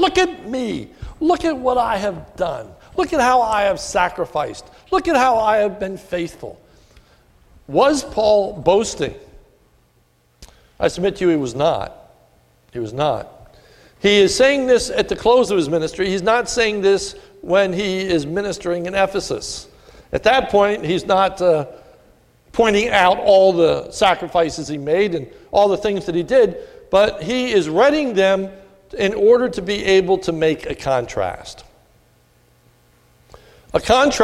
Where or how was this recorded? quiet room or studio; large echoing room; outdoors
large echoing room